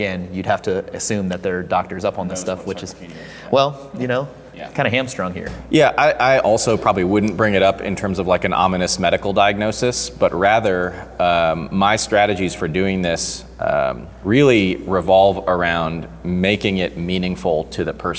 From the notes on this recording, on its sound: This was recorded January 5th, 2020 at Hybrid Performance Gym in Miami, Florida.